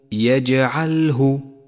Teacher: المثال التالي، لاحظ صفة القلقلة لحرف الجيم في كلمة يجعله، يجعله، قلقلة حرف الجيم تزيد من قوته ووضوحه، ولذلك لون حرف الجيم باللون الأزرق الفاتح إشارة إلى صفة القلقلة، وهي هنا قلقلة صغرى لأنها في وسط الكلمة.